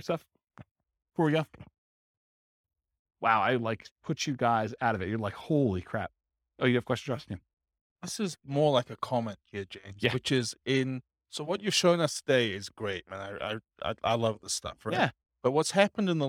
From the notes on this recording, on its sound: This was a live class recorded to give investors a solid qualitative overview of all the different real estate investing strategies. Madison, Wisconsin.